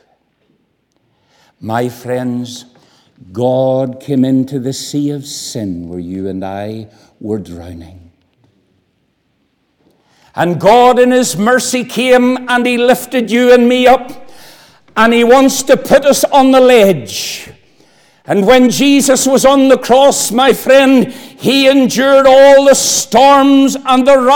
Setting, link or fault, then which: setting, large echoing room